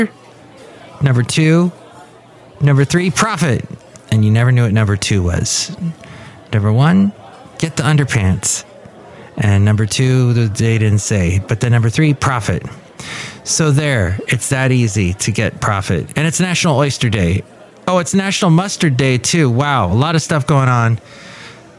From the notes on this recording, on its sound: podcasts live from Café Anyway